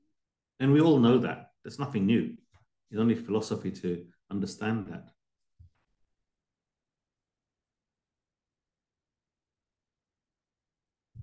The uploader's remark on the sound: A live recording of a Bhagavad Gita class given virtually on the 20th of August 2023.